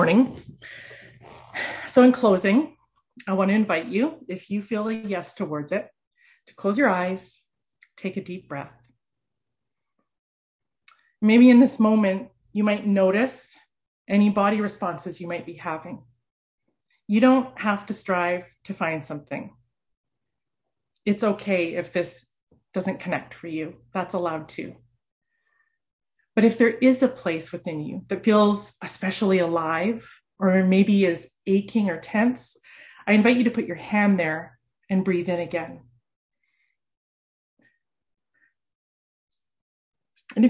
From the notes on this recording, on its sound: For this summer zoom service.